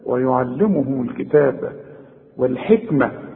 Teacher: الميم مضمومة فضمها لعند الوصل وسكنها عند الوقف